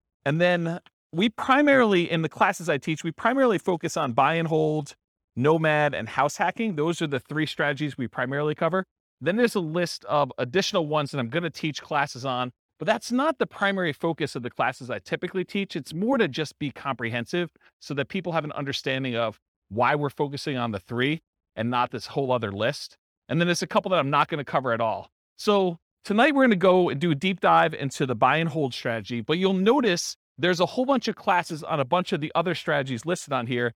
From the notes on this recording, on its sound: This was a live class recorded.